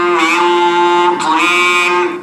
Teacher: بتعملي الإطباق بعدين بتعملي الكسر، فبيظهر أثر الكسر أقل بكتير · Term: الإطباق في الطاء